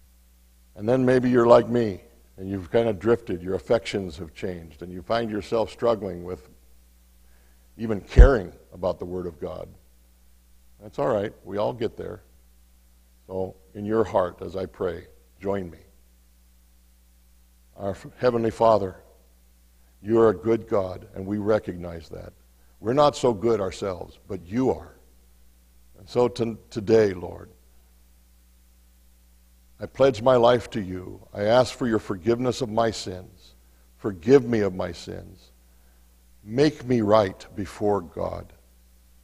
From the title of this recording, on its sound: Mt. Zion Church Live!